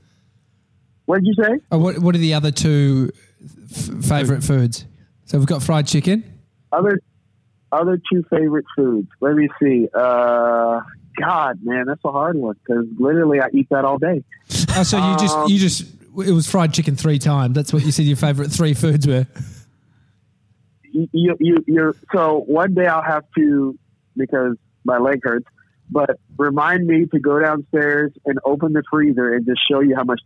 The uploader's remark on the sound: Our first live call